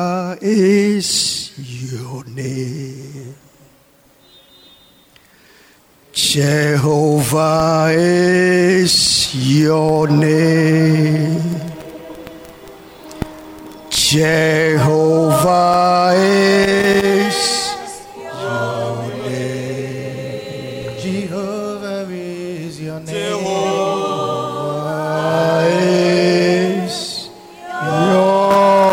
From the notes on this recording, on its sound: Sermon preached at CBC Shiashie Campus